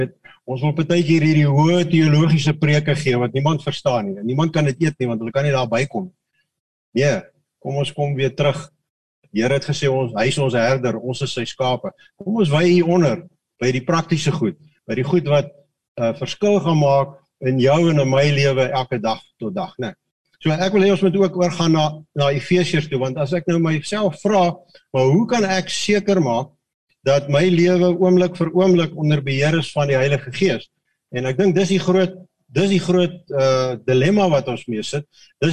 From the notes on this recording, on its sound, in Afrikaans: Manne van die Woord Zoom Byeenkoms.